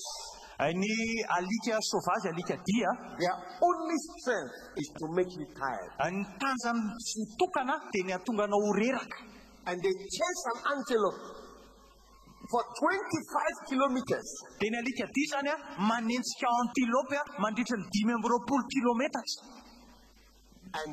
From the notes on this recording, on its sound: Preached at the Day 2 of the Healing Jesus Campaign Pastors Conference in June 2023, Antananarivo-Madagascar.